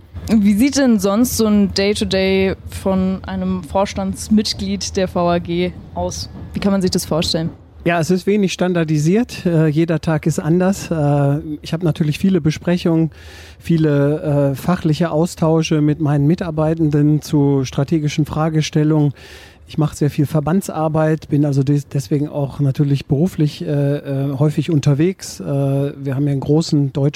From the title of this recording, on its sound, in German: Podcast aus der Straßenbahn